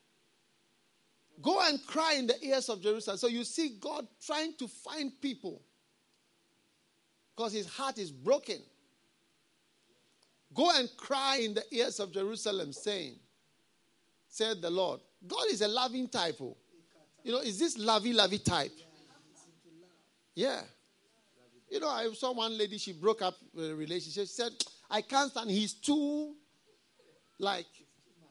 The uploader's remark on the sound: Preached at the FLOW Service, First Love Church, Accra.